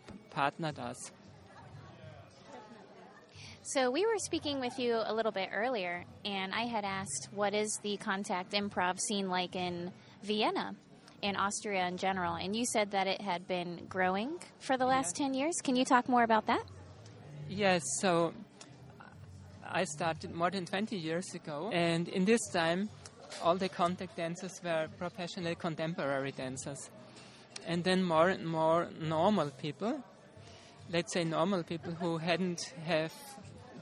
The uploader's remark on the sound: Interviews from ImPulsTanz – Vienna International Dance Festival